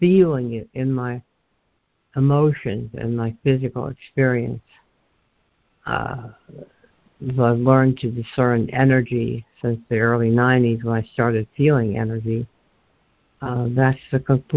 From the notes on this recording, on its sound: ACIM Daily Conference Call